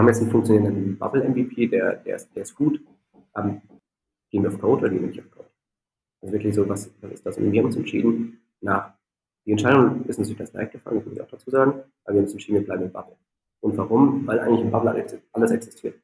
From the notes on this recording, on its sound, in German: daher ist die Aufnahme leider nicht von der besten Qualität